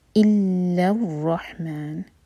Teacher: لام کو رو سے جوڑیں گے، لام لائٹ رہے گا اور رو ہیوی، رو پر فتح ہے.